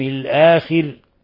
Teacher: ترقيق الراء حينما نقف على الراء الآخر، لأنه سبقها كسر لازم